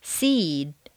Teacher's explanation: a final voice consonant causes the previous vowel to double